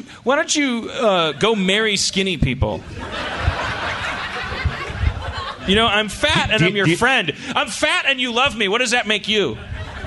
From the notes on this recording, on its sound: Live At Cobb's in San Francisco. Harmontown does the 13th annual San Francisco Sketchfest.